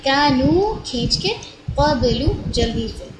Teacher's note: میں قبل لام کی پیش کو زیادہ نہیں کھینچنا